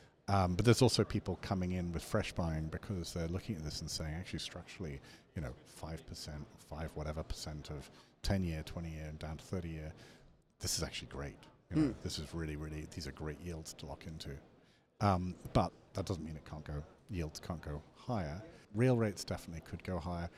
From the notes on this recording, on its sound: Recorded at the International Mining and Resources Conference (IMARC). Recorded at the International Mining and Resources Conference (IMARC).